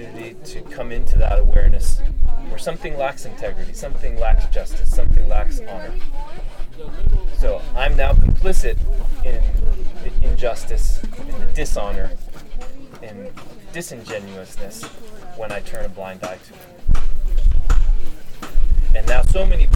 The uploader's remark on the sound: This talk was recorded at a gathering in northern Utah, Fire To Fire.